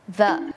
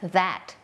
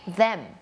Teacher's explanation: จะเป็นเสียงvoiced เนี่ยแปลว่าเส้นเสียงของเราเนี่ยมันจะสั่น